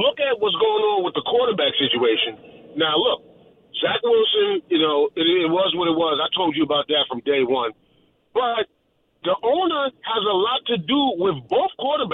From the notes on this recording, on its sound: Takes a ton of your calls.